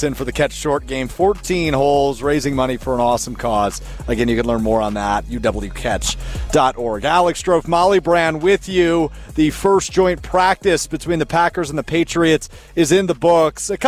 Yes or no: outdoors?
yes